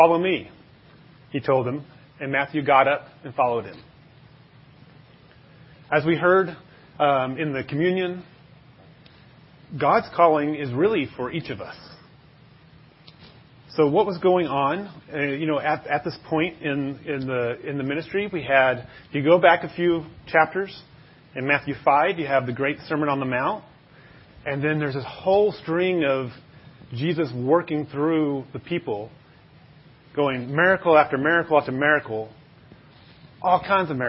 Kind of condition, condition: setting, large echoing room